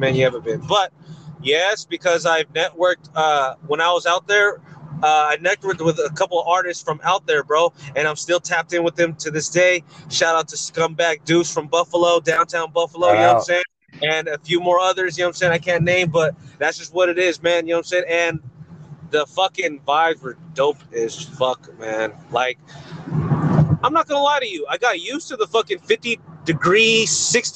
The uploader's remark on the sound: a quick segment talking their shit WHILE DRIVING